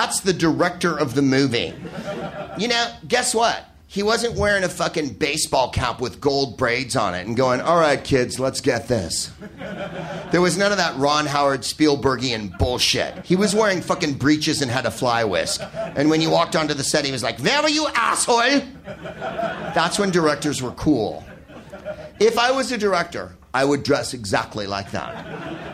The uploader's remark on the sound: Live from the Soho Theatre in London